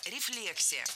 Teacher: Ударение ставим на второй слог, как и в исходном существительном.